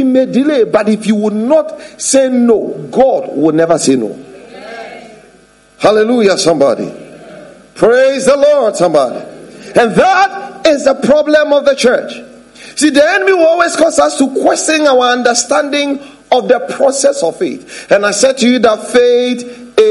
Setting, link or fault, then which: setting, large echoing room